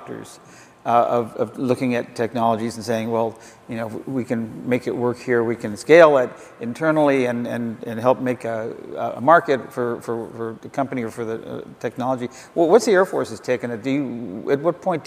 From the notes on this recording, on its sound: The best of live interviews from GreenBiz events.